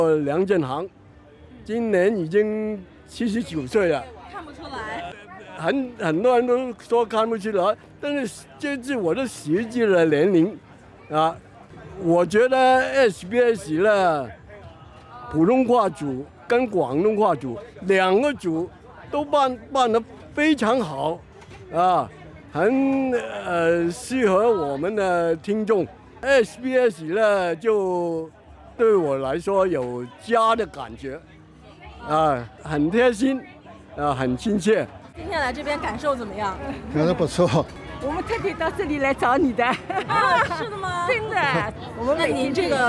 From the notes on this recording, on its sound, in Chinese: SBS普通话在现场请到多位华人。墨尔本博士山（Box Hill）举行农历龙年庆祝活动。活动现场热闹非凡，无论是舞龙舞狮、歌舞表演还是种类多样的摊位，都为当地社区带来浓厚年味。